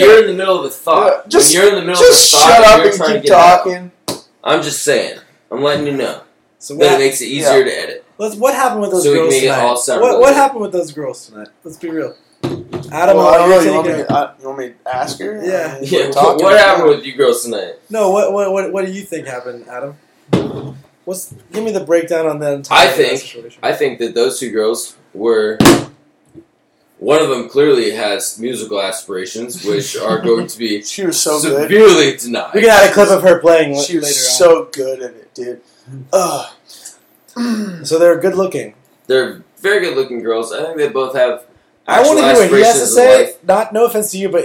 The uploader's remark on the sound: After a long night of drinking during the "year of the booze". The sound isn't the greatest and we get drunker as it goes.